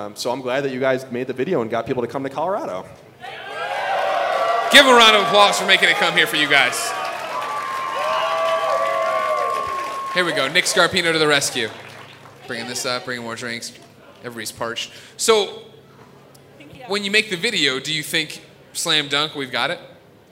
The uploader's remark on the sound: PS I Love You XOXO Live in Denver - Road to Greatness Special. PlayStation podcast went to Denver to do a live show for PlayStation's Road to Greatness!